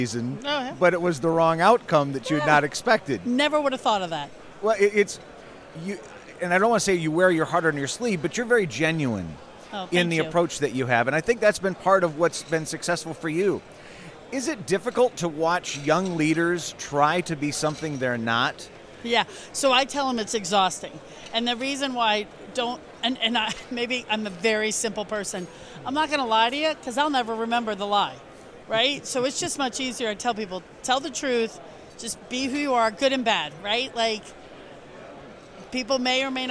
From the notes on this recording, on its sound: Stopped by the ISBI 360 booth at the ALSD Conference to share a few moments of insight.